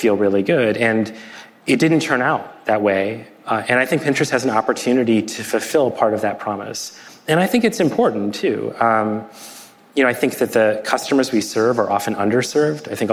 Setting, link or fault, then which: setting, live audience